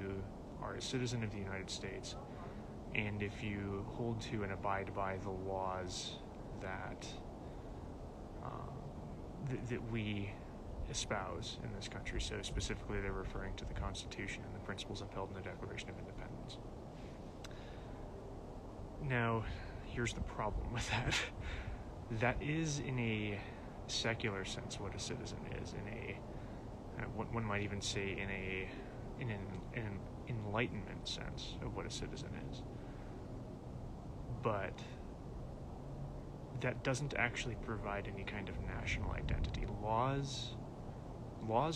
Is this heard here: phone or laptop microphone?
yes